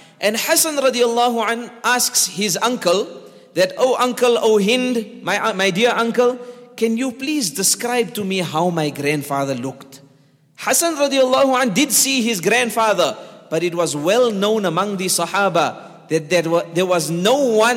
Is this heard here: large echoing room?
yes